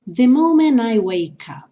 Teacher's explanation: o moment não vai ter o som do T